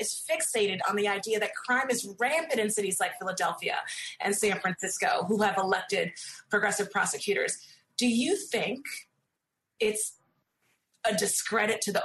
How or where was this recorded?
video call